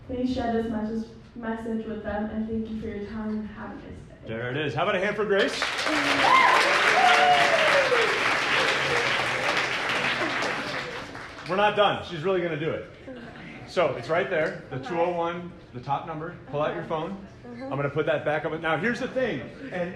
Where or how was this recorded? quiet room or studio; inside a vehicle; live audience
live audience